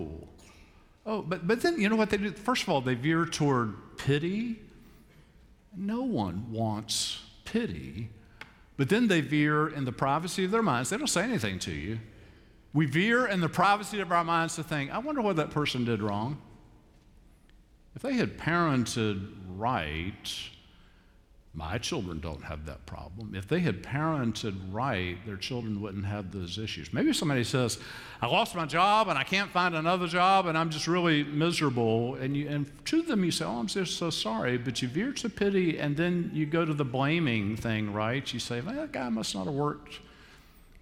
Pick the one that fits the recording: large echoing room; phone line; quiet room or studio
large echoing room